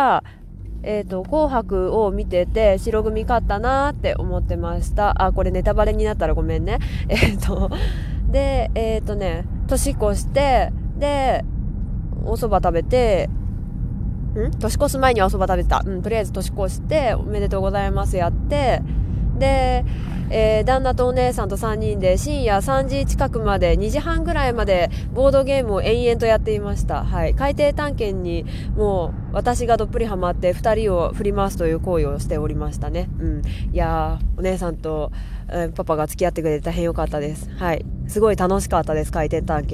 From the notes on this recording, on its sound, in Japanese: 車の中からお送りします。